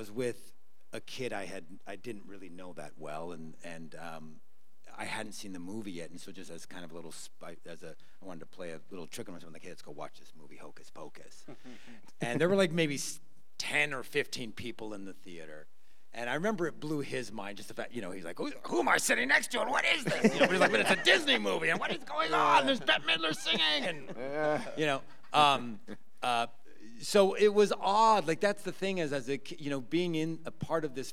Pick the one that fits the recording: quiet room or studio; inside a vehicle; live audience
live audience